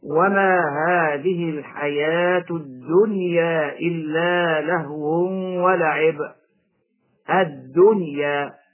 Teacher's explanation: ننطق بالنون الساكنة مظهرة قبل الياء · Term: الإظهار المطلق